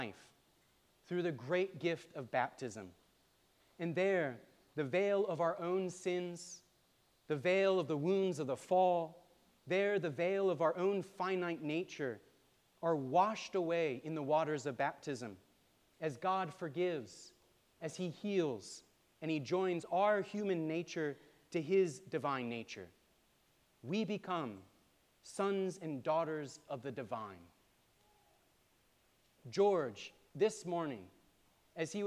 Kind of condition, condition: setting, large echoing room